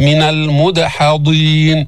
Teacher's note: هنا قلقلنا الدال لأنها سكنت · Term: القلقلة